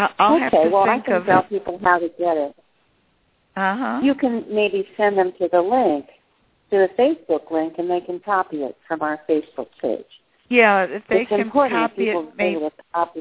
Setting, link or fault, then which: link, phone line